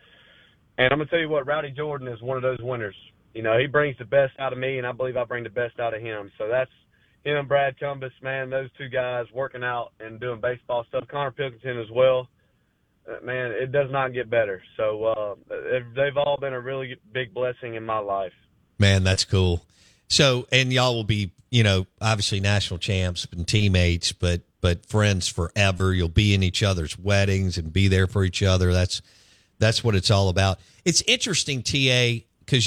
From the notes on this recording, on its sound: Joins the show on the Farm Bureau guest line talking about baseball and beyond live in the BankPlus Studio.